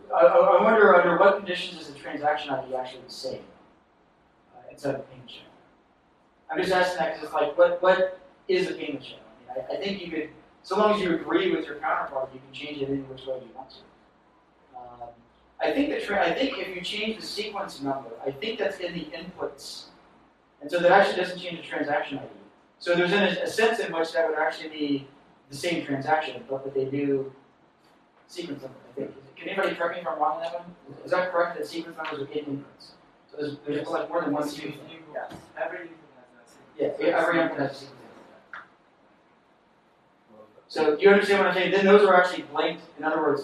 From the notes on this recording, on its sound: from the unwritten meetup in New York City at The Farm coworking and event space in SOHO